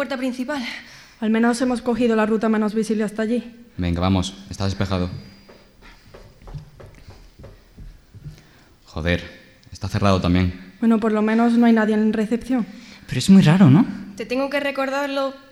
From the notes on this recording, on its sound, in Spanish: En directo desde la Térmica. Este capítulo ha sido grabado con público en directo en la Térmica, Málaga.